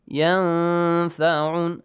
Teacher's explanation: Noon plus fa, the rule ikhfa, right? Hide the sound of noon. يَنْفَعُن، hide and produce a nasal sound.